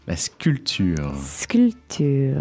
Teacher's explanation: on prononce pas du tout le P